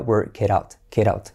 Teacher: la T, por cierto, de it, al ir precedida de vocal E y seguida de, al unirla a la siguiente palabra, que es out, se convierte en R suave, it out. Si yo digo it aislado sería I like it, pero como va seguido de otra vocal sería work it out, get out.